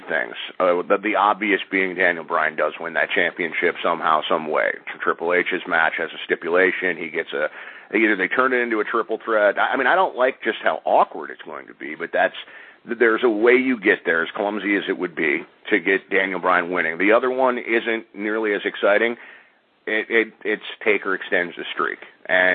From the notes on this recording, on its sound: They discuss with live callers yesterday’s WWE Network launch.